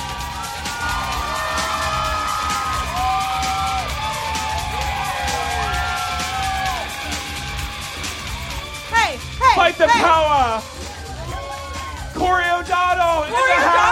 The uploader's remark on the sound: LIVE at Dynasty Typewriter Round II.